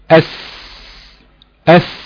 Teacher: حرف مهموس بيجري فيه النفس بين الاوتار الصوتيه مع عدم اهتزازهما